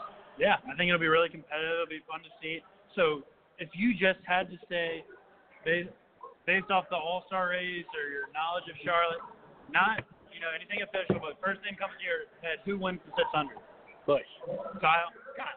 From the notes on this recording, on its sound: Live from K1 Speed.